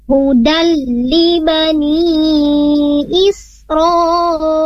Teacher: Nah, di sana ada hudal dan dalnya, huruf dalnya tanwin bertemu dengan huruf lam. Harusnya bacanya tidak dipanjangin huda li bani, tapi langsung ke huruf lam. Namanya hukumnya idgham bila gunnah hudal li bani langsung huruf lamnya.